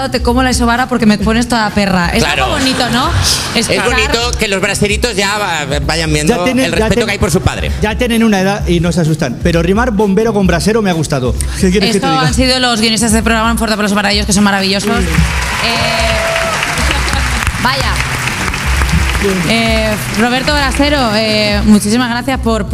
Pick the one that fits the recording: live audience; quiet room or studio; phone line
live audience